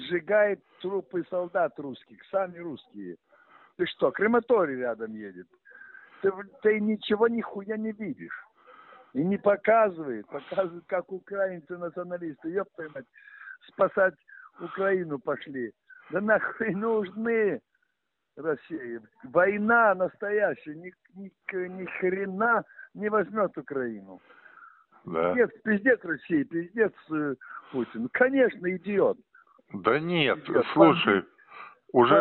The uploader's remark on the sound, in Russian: Телефонный разговор с режиссёром и худруком Театра Вахтангова.